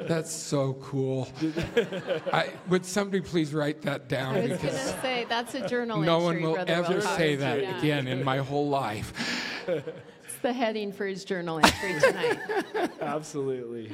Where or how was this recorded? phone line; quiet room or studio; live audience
live audience